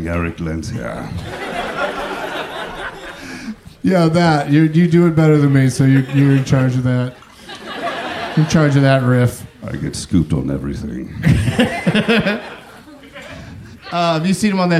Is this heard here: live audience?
yes